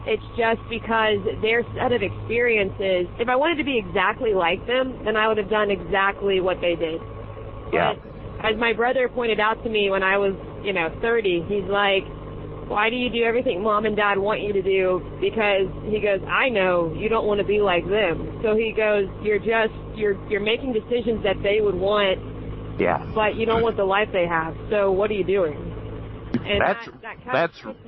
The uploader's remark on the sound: Go on a motorbike journey (literally). Excuse the audio, it is on bikes. They often have interesting convo's whilst on the bikes.